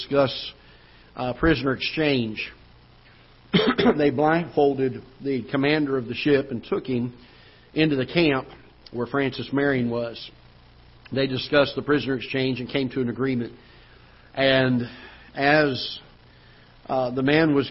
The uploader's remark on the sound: Ketha Heights Baptist Church ~ Live Broadcast